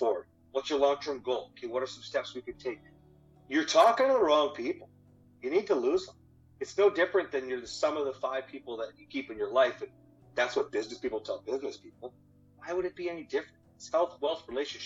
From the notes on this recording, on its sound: Just wanna preface by apologizing for any of the audio issues with this episode...